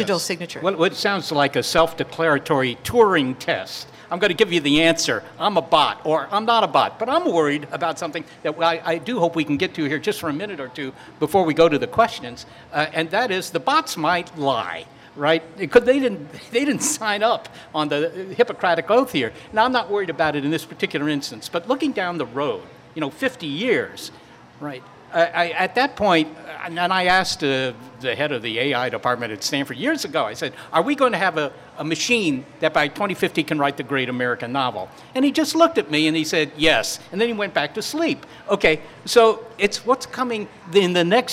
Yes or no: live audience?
yes